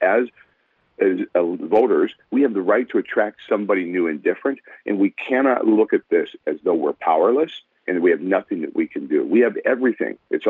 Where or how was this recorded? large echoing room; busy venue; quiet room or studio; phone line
phone line